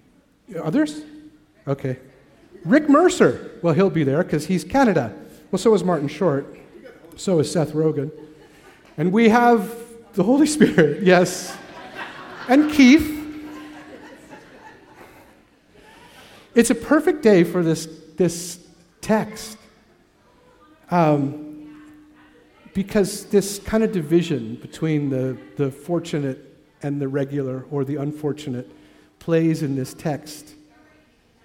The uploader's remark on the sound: Recorded at the Wallace Venue in North Vancouver.